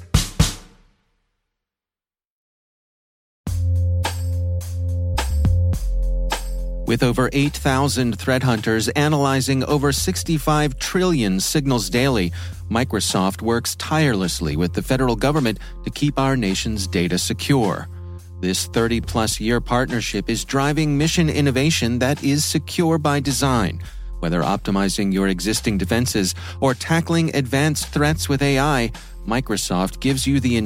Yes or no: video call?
no